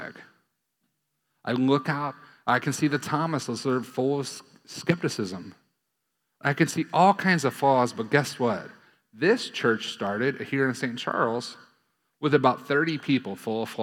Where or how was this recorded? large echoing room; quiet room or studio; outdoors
large echoing room